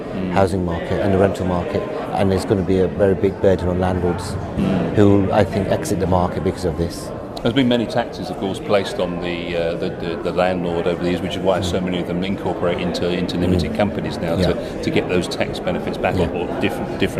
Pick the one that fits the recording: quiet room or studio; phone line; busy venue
busy venue